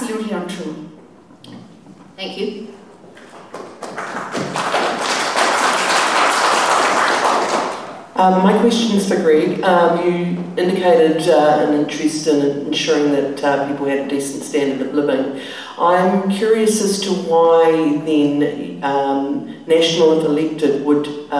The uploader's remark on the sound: 'Meet the Candidates' event at St Peter's Anglican Church. A recording of the ‘Meet the Candidates’ event that just took place on the evening of Saturday 30th September.